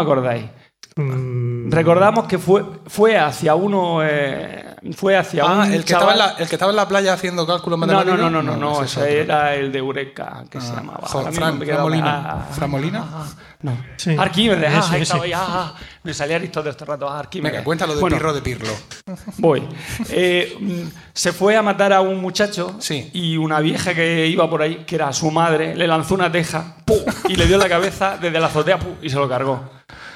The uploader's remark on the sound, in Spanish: En directo desde Lucentum. Por primera vez en la historia de nuestro podcast hemos grabado en directo con público. Ocurrió en el transcurso de las jPod 2017 que tuvieron lugar en Alicante.